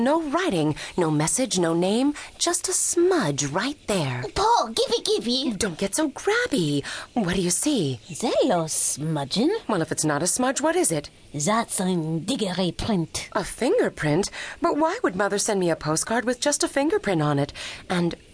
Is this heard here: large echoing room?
no